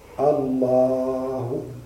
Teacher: يمد هذا الألف مدا زائدا عن المد الطبيعي · Term: مد التعظيم